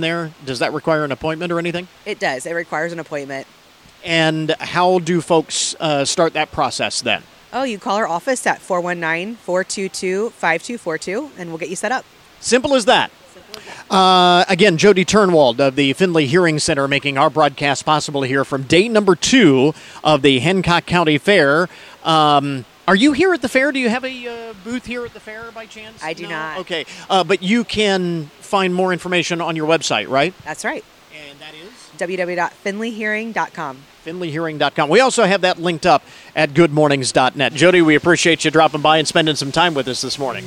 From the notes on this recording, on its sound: ON LOCATION. Making sure you don't miss out on any of the unmistakable sounds of the fair. The fun continues at the Hancock County Fair. You never know who you might bump into on the fairgrounds.